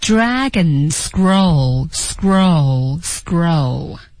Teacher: scroll 这个单词也是我们对 L 音舌尖顶上颚的一种训练